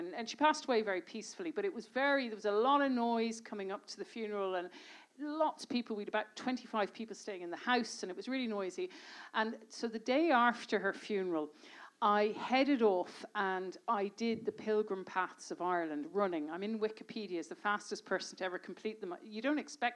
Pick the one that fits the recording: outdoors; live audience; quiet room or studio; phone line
live audience